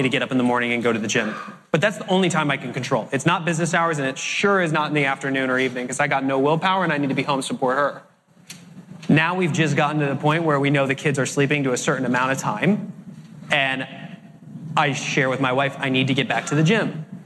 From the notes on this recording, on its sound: Today we are sharing the Q&A session that took place after the keynote